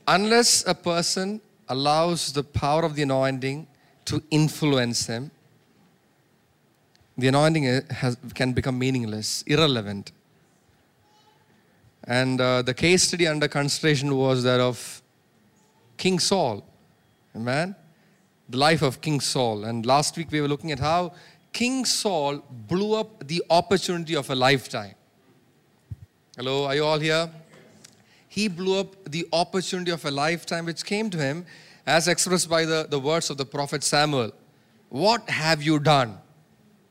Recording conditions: large echoing room